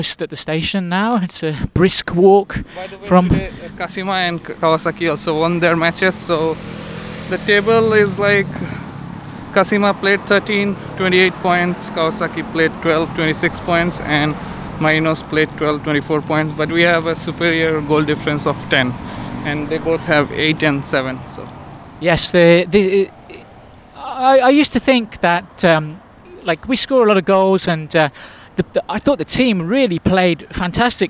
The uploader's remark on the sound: The noisy streets of Shonan. Make a second attempt at recording their post match thoughts. Recorded while walking along the main road on the way back to the station after the away match between Yokohama F. Marinos and Shonan Bellmare.